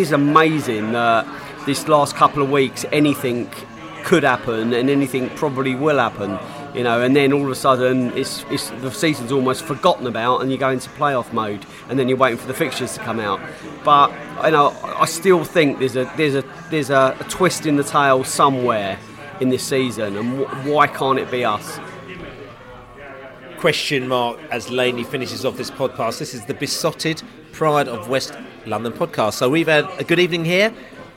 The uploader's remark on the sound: podcast from the Pub